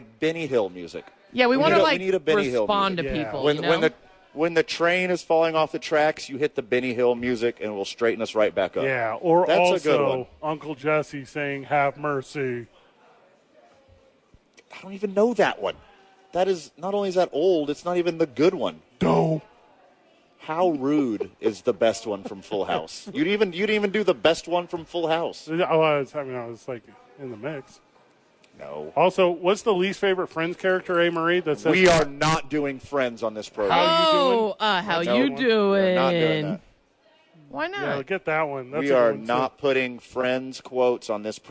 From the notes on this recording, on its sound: they are live from Red Door Downtown